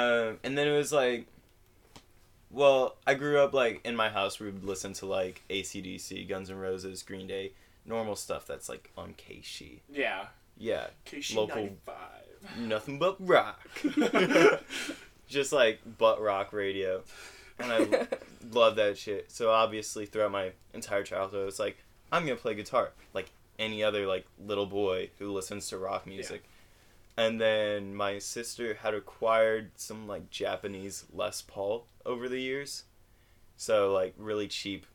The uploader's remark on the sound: please bare with us with some audio difficulties we're still messing around with the mic